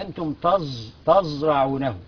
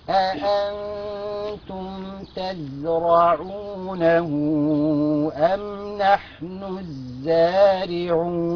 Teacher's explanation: عايز التاء مرققة والزاي مرققة عشان الراء اللي بعدهم مفخمة · Shown in: second take